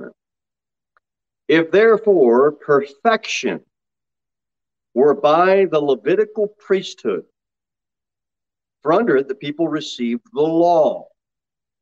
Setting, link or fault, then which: setting, large echoing room